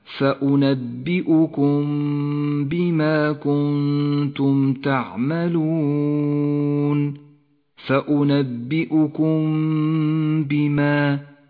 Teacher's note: الإخفاء الشفوي في قوله تعالى فأنبئكم بما كنتم تعملون، فأنبئكم بما، الميم الساكنة وبعدها حرف الباء، إخفاء شفوي، تخفى الميم بالباء مع بقاء غنة للميم، وقد لونت بالأخضر لأنها تغن بمقدار حركتين.